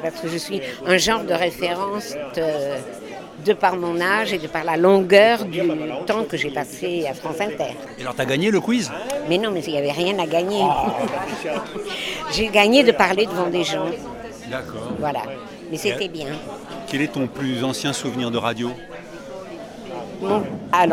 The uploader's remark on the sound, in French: cette Balado au festival Longueur d'Ondes à Brest